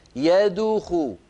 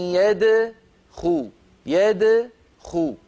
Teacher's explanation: بارك الله فيك، قولي مثلي، انظري لو سمحتي، أن يدخو يدخو، يعني لا تقولي لا تقولي يدخو، انظري سأنطق الخطأ، يدخو. هنا ضممت شفتي عند الدال، والدال ساكنة مقلقلة · Shown in: first take · الضمة للخاء التي بعدها، الصواب هكذا، أن يدخو يدخو.